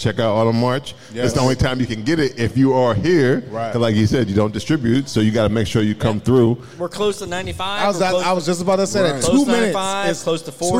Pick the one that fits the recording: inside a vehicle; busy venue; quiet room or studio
busy venue